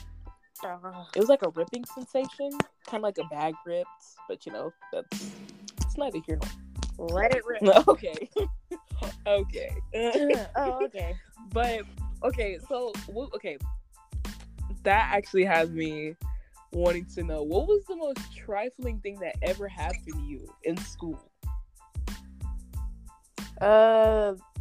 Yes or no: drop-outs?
yes